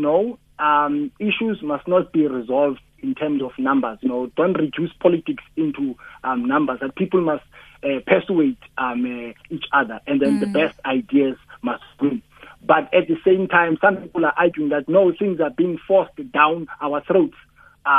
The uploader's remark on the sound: we are joined on the line